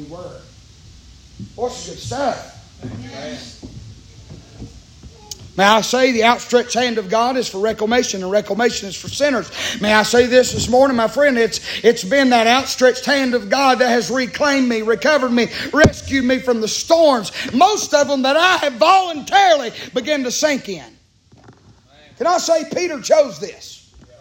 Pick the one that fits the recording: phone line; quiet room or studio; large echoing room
large echoing room